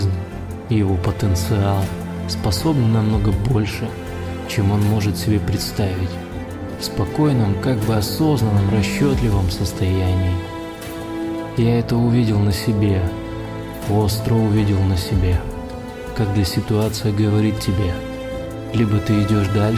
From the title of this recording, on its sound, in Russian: Прогулка по Самому Южному пляжу Бали, монолог с тобой